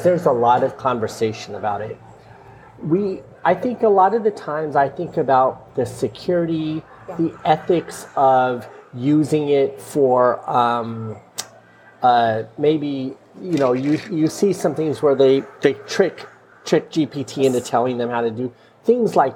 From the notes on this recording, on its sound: Recorded in a quaint coffee shop in Dubai.